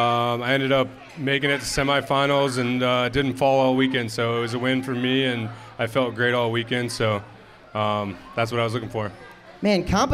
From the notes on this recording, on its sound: Episode 69 was recorded live from Boulder Boats in Henderson, NV one night prior to the Malibu Boats Rider Experience and Central WWA Wakeboard Regionals. In front of the live audience during Boulder Boats Pre-Party and WWA registration.